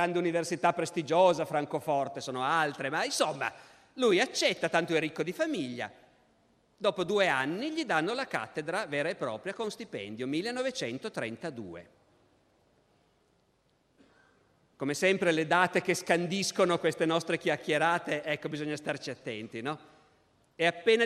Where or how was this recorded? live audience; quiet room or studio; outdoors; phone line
live audience